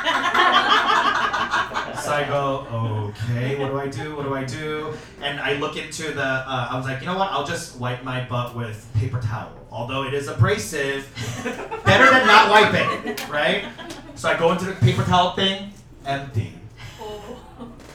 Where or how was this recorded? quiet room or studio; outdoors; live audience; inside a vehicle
live audience